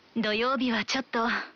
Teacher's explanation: stretching out the ending and weakening the pitch to say ちょっと creates the nuance that you're reluctant to say what you have to say.